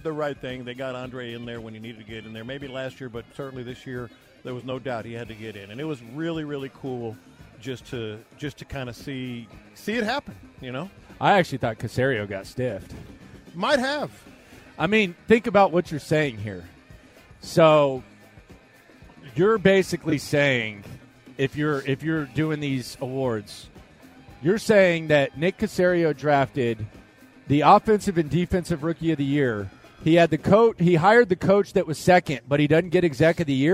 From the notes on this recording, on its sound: In The Loop LIVE In Vegas. Live from Radio Row.